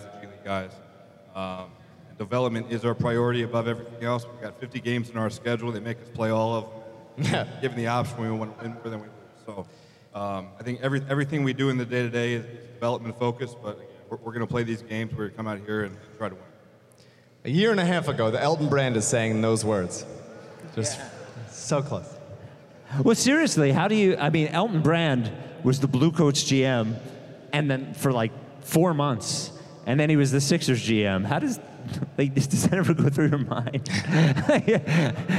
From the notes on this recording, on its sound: Delaware, where the Process still lives. We spent Friday night in Wilmington. In front of the biggest crowd in 76ers Field House history.